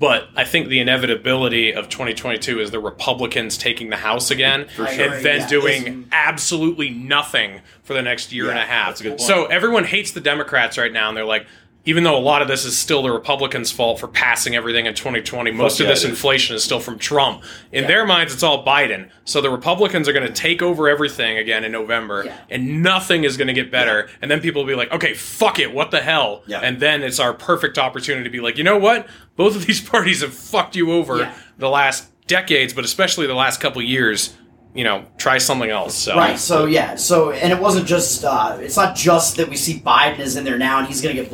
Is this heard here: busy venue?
yes